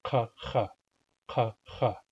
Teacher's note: the Q and the back X are made at the top of the throat where the uvula is. The uvula is that dangly piece of skin.